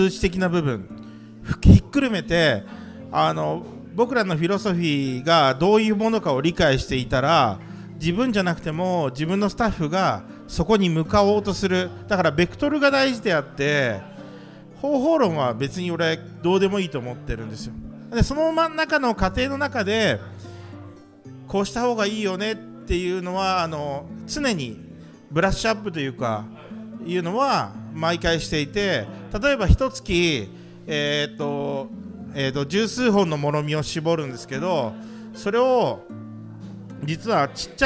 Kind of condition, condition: setting, live audience